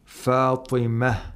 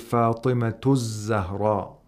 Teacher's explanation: So the ta marbuta turns into a ha when you do waqf on the word that has the ta marbuta. But if you don't stop, you continue. The ta is pronounced normally.